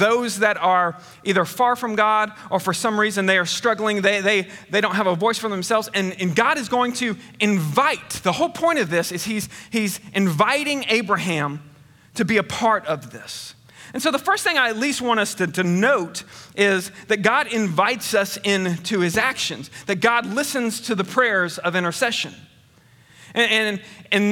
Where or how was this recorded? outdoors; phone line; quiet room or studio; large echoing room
large echoing room